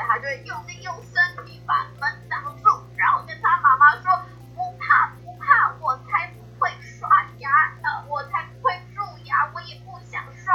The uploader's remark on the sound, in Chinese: 線上直播錄音版。首次採用直播錄音 ，聲音品質請多多包涵。